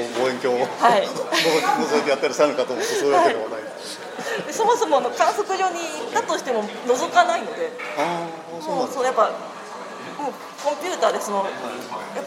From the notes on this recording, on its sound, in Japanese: 録音場所の関係で周囲の音が大きく、聞き取りにくいところがあるかもしれませんが、ご了承ください